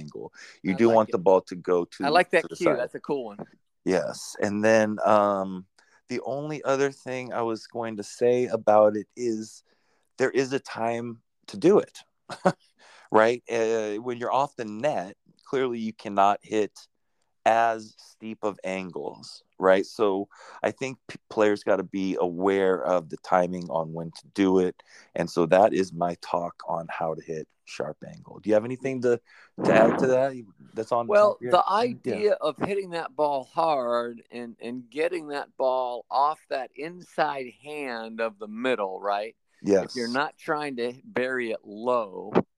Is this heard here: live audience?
no